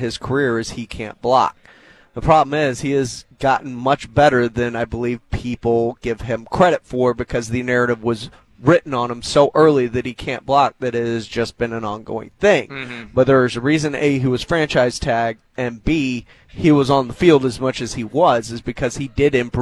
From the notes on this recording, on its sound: live from the House of Cards